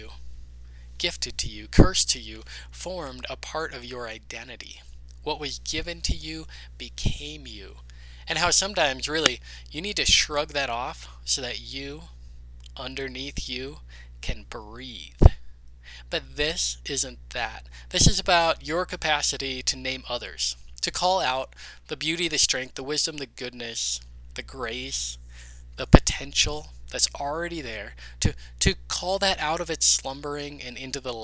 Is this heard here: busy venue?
no